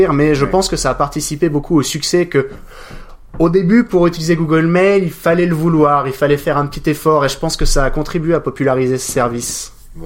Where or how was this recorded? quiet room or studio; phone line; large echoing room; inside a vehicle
quiet room or studio